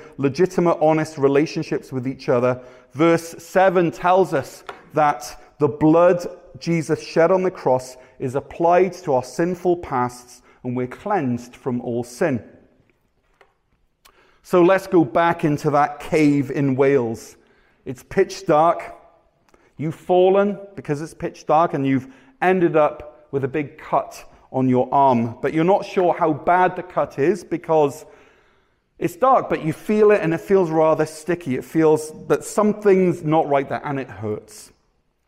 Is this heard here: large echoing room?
yes